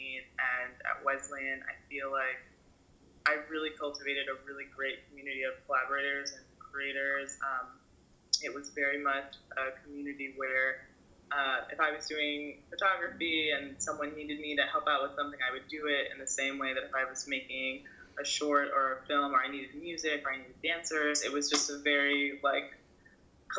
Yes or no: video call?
yes